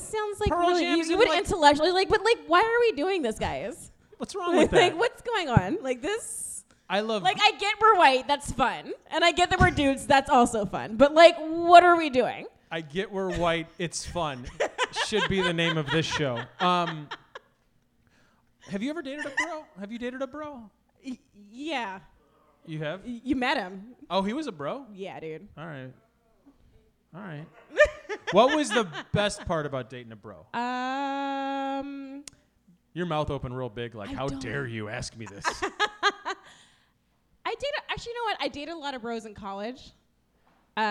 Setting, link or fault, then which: setting, live audience